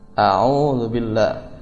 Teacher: Memanjangkan ain lebih dari dua harakat